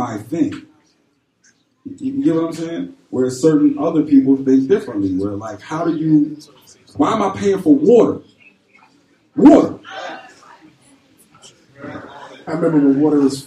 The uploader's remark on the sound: We are live from the beautiful G Star Brooklyn store at 118 N 4th St, Brooklyn, NY 11249. This is our first stop on the tour so we hope you enjoy.